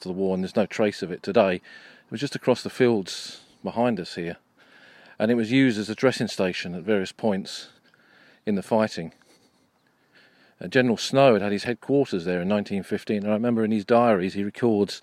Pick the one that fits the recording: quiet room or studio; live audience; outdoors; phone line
outdoors